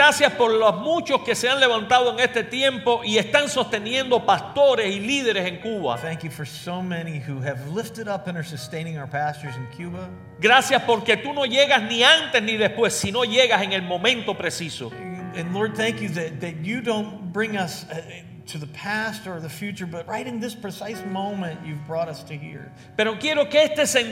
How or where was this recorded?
large echoing room